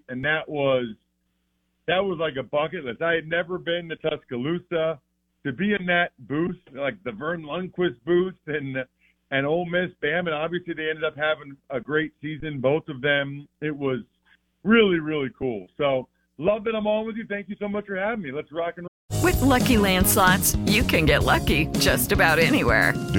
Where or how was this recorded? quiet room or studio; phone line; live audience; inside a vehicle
phone line